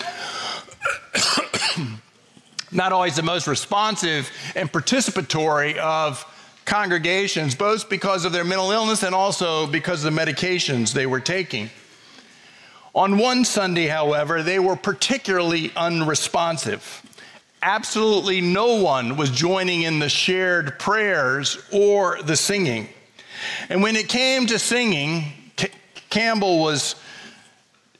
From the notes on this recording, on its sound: preached on Sunday, February 4, 2024 at First Presbyterian Church of Allentown